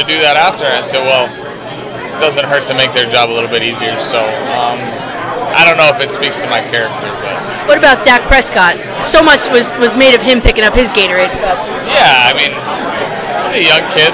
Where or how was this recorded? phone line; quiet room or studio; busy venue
busy venue